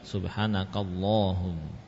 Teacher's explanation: Ini termasuk lafzul jalalah. Jadi lamnya tebal.